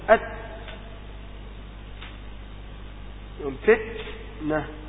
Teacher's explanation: فهم يحبسون النفس في التاء أولا ثم يجرونه ويقول هذا هو الهمس. أت ينفت نه، ويقول أن هذا الصوت الذي يتبع التاء هو الهمس، وهذا خطأ عظيم، هذا خطأ عظيم، هذا هو الهمس.